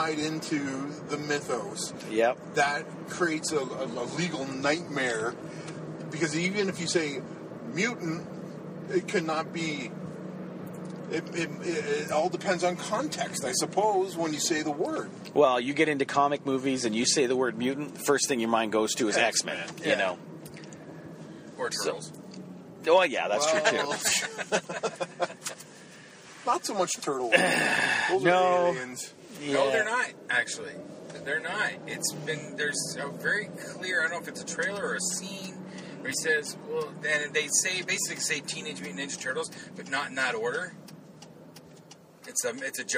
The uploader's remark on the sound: Take the show on the road and go see Guardians of the Galaxy at a super awesome theater then record their thoughts on the flick on the drive back home.